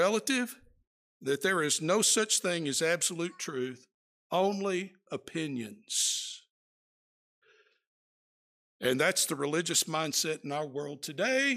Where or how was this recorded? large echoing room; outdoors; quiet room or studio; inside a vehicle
large echoing room